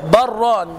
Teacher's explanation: عدنا إلى الحكم الأصلي، وهو إضغام اللام في الراء، فصارت اللام مشددة